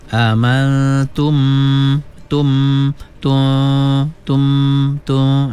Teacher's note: Tidak boleh merapatkan dua bibir, tetapi hendaklah direnggangkan sedikit. Jika merapatkan dua bibir, bacaannya telah menjadi idgham mislaini saghir